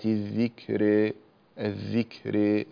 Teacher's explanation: الذكرى هنا الكاف حرف شديد ومهموس